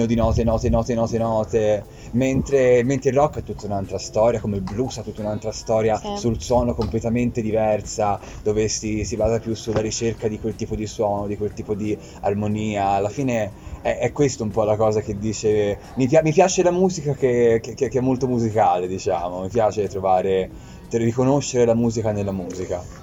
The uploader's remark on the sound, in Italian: LIVE dall'Aperivintage!